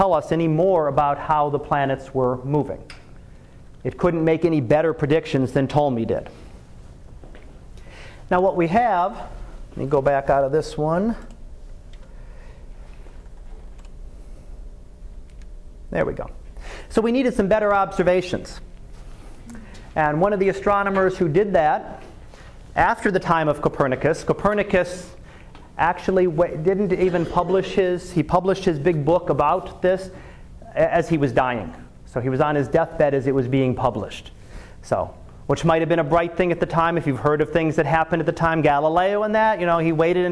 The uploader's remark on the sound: Live Class Lecture